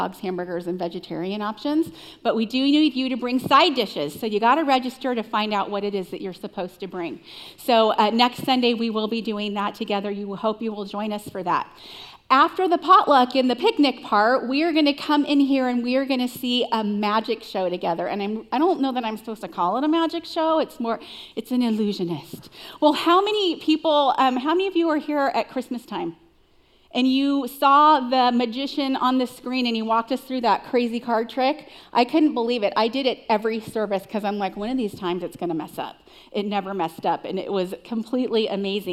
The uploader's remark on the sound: Recorded live at CrossWinds Church on September 10th , 2023.